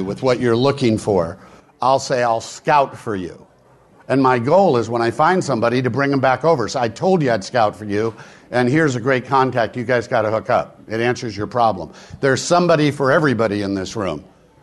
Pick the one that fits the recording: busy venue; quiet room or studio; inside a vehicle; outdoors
busy venue